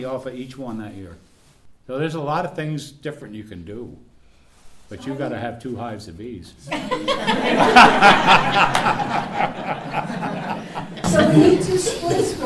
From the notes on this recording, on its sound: This is the question and answer portion of a 2 part recording at the Agroforestry Center in Acra, NY.